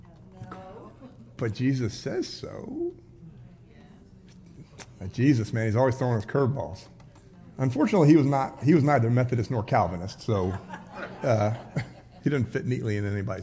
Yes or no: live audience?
yes